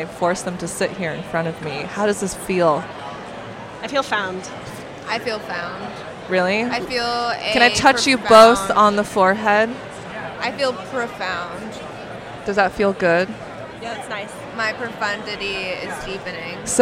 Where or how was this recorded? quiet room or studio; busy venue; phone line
busy venue